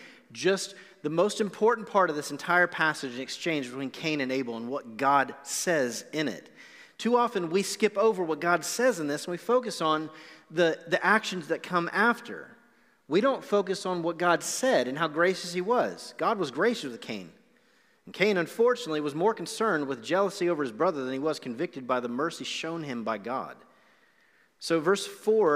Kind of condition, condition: setting, large echoing room